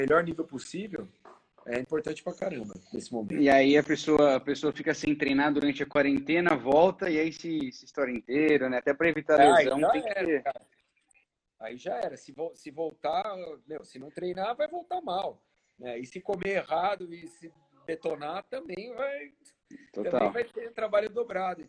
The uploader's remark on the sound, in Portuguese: durante uma Live em nosso Instagram